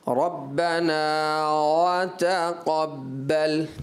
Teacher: آپ نے واؤ پر ہونٹ گول نہیں کیے ہوں گے